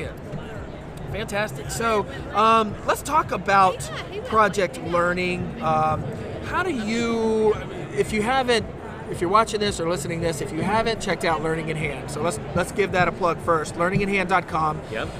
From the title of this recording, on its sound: Live from GaETC 2017